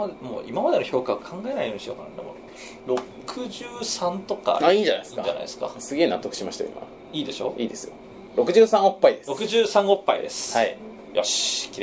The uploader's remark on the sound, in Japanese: いつになくアンニュイな空気たちこめるカラオケボックスでの収録によるものか。